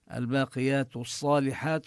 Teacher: هنا تدغم اللام بالصاد لأن الصاد من الحروف الشمسية، وكذلك نمد المدود الطبيعية